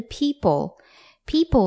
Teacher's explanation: 而下一个字 people 的母音呢，它就会需要拉长 e，所以这个时候你会发现你在念 people 的时候，你的两颊肌肉会稍微有一点拉开，很像有人把你脸颊拉开的感觉。